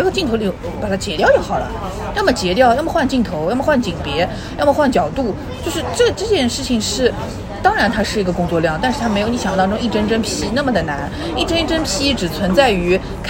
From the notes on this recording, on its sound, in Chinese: 本次录制花费：坐在路边喝另茶。